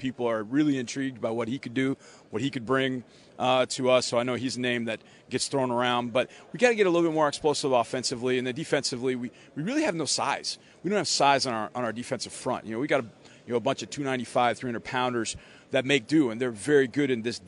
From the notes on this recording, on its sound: live from the combine